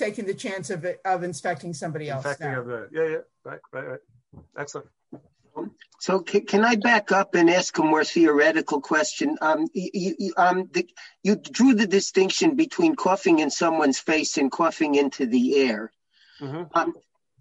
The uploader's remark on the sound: Helped by the probing questions of the attendees of this recent ZOOM teleconference Shiur.